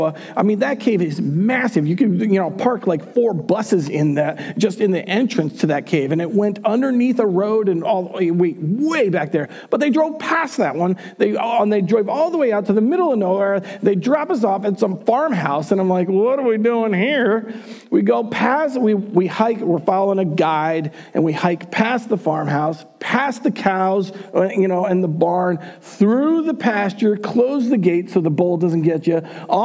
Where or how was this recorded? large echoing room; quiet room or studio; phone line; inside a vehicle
large echoing room